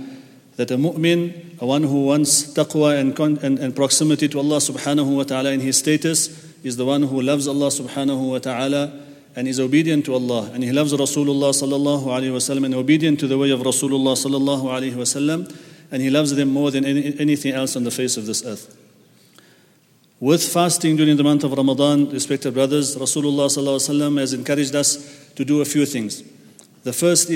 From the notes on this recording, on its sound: at the Houghton Masjid (West Street)